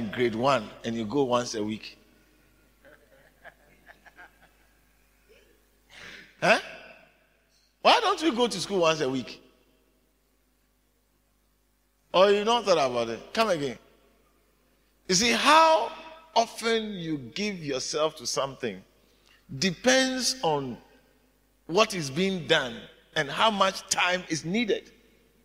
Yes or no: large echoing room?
yes